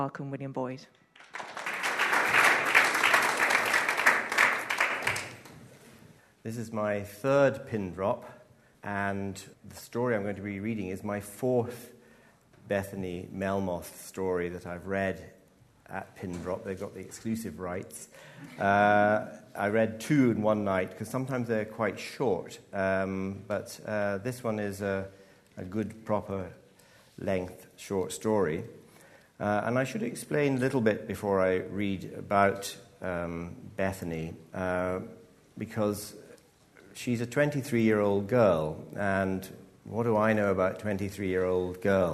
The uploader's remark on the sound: Live at BAFTA. This episode was recorded in collaboration with BAFTA 195.